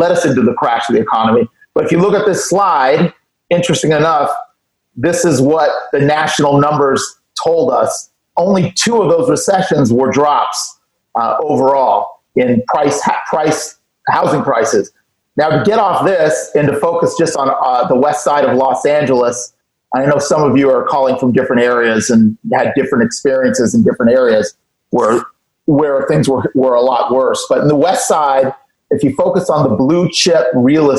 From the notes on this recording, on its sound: Hosts a zoom call. On this Zoom call. Who contribute their opinions in an open forum towards the end of the call.